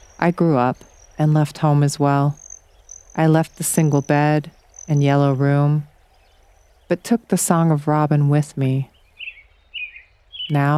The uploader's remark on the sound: Outdoor audio recorded at Rocky Mountain National Park, Colorado